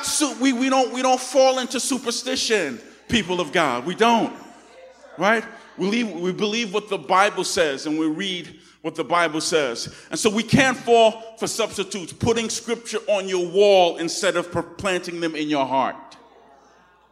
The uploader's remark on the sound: Recorded on 2016-08-28 at the 10:00am Service.